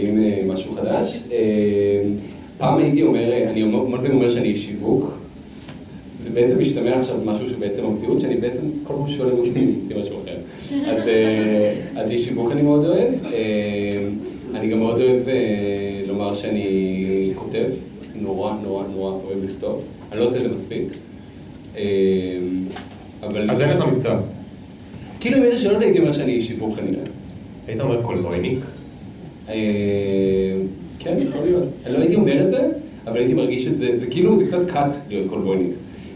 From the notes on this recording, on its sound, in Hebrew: נפגשנו לפופקורן לייב מול קהל חי ב-Rise תל אביב.